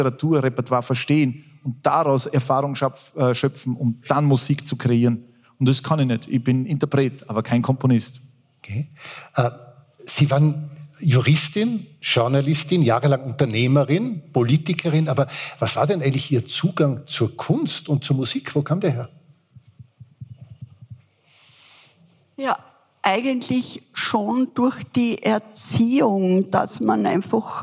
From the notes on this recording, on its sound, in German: Live vom FAQ Bregenzerwald 2023. In der Tischlerei und Zimmerei Kaufmann in Reuthe.